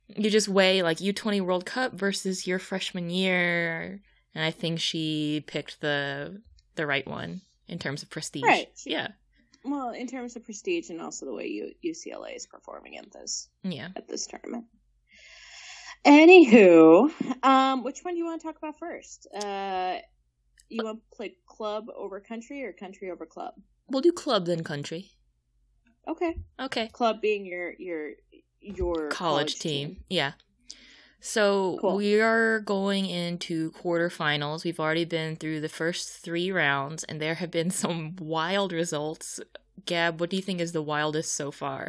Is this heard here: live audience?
no